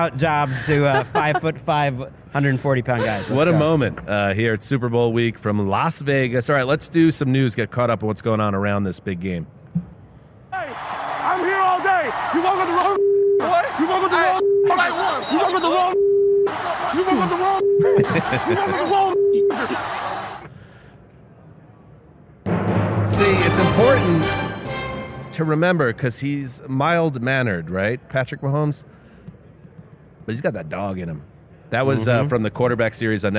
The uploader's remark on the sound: In a convention room full of heroes